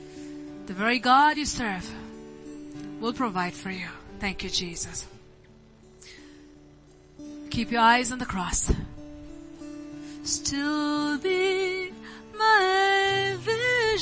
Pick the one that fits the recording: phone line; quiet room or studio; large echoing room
large echoing room